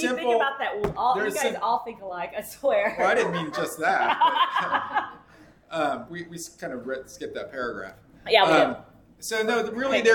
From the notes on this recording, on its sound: Big Book Workshop. This workshop was recorded live.